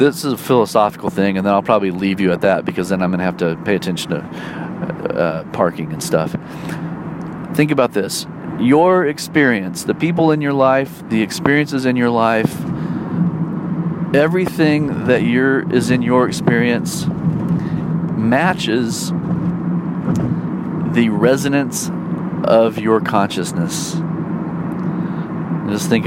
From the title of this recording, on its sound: talks about life while driving to a gig